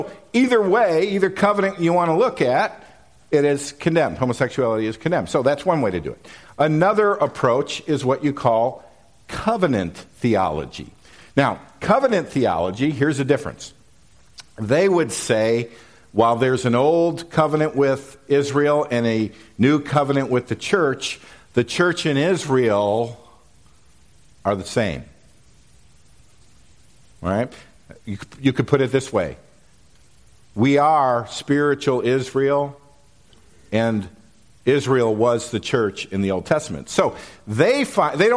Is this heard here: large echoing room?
yes